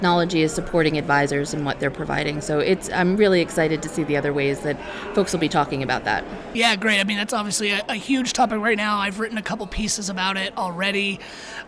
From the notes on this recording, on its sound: Special episode from T3. Straight from the conference floor of T3.